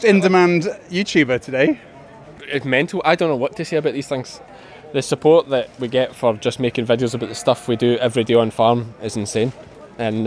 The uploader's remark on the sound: Royal Highland Show 2023. From the cattle ring to the Highland Hall, the machinery lines and everywhere inbetween. At Ingliston.